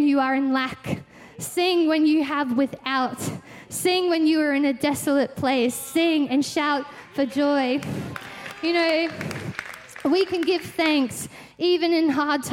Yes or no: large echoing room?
yes